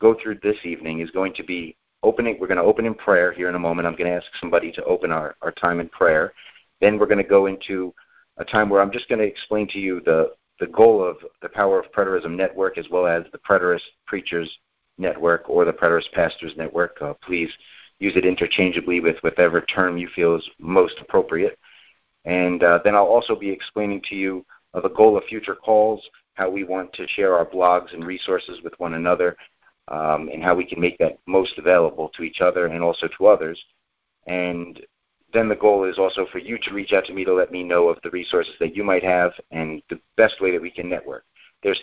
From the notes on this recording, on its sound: For most effective audio start at 9:18. We hosted our first Preterist Pastors conference call. We have a few pastors on the call.